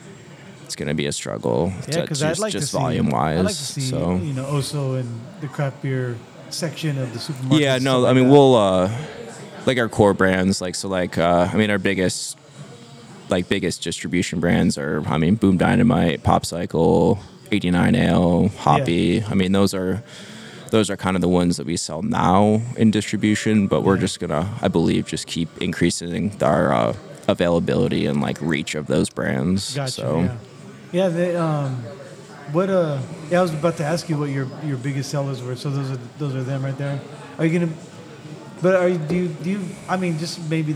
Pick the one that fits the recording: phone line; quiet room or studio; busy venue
busy venue